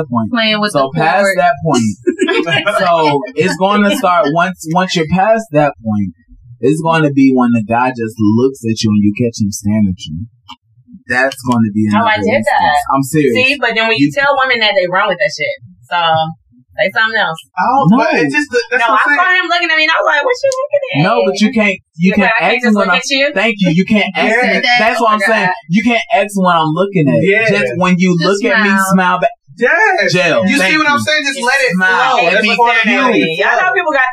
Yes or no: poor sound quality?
yes